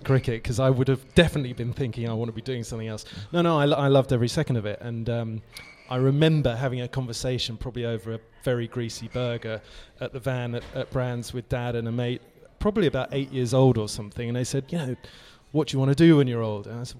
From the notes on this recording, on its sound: live from Goodwood!